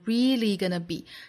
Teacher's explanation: 像这个 gonna 和 be 两个虚词都是弱读的